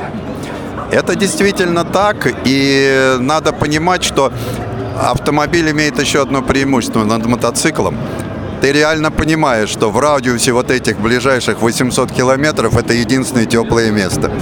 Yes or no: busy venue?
yes